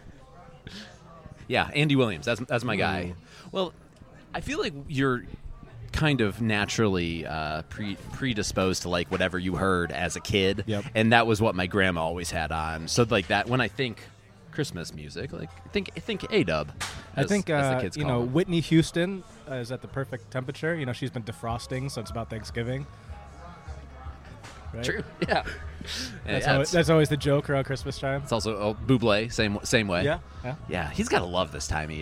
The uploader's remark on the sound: Live at Mootz Pizzeria in downtown Detroit for the annual holiday episode.